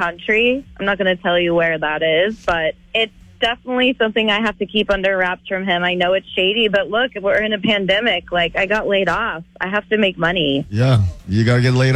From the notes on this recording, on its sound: This woman called in saying that she makes money as a camgirl...but her boyfriend doesn't know!